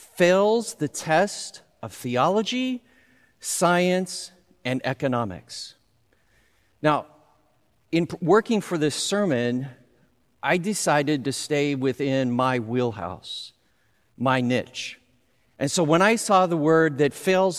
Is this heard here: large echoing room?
yes